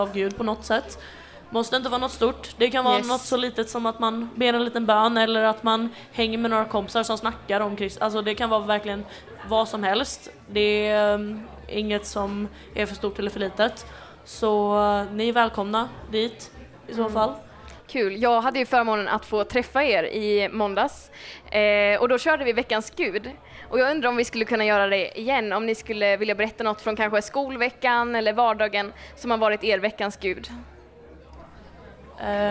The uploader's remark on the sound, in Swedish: Kristen i skolan-podden kör live från vårt turnerande event Äkta - denna gång från Kalmar. Till sin livepoddsoffa.